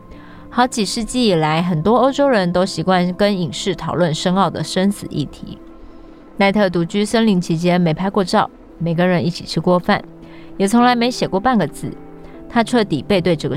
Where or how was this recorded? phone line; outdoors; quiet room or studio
outdoors